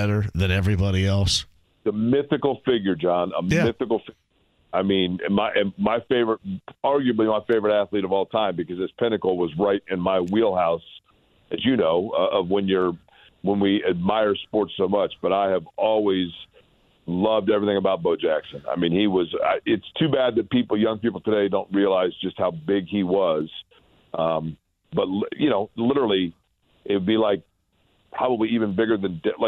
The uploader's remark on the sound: opens the phone lines up for questions and comments from callers